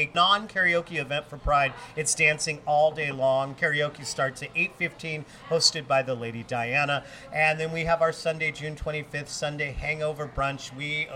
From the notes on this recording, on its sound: The Crescent Lounge in Capitol Hill. Recorded live at The Crescent Lounge on 05/22/2023.